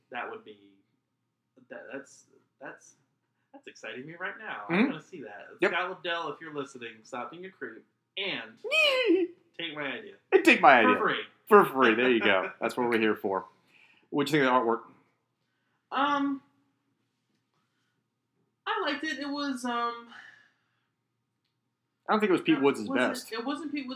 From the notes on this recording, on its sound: Please note that we had some microphones die on us so we had to switch to a different set-up to record this podcast. We apologize for the less than perfect sound quality.